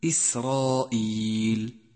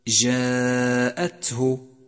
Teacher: جاء حرف الألف في كلمة إسرائيل، إسرائيل، جاء مفخما لأنه مسبوق بحرف مفخم وهو الراء، بينما جاء حرف الألف في كلمة جاءته، جاءته، جاء مرققا لأنه مسبوق بحرف مرقق وهو الجيم